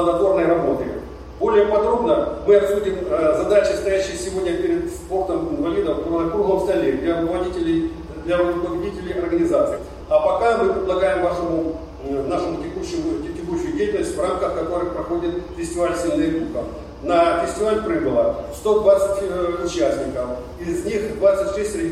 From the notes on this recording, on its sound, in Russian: С 26 по 29 мая в санатории «Солнечный берег» город Геленджик прошёл Физкультурно-оздоровительный фестиваль «Сильные духом!». Вашему вниманию представляем фрагмент аудиозаписи с открытия фестиваля.